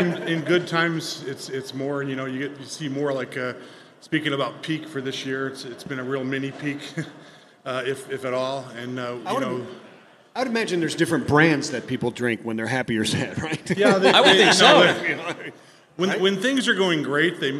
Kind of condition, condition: setting, busy venue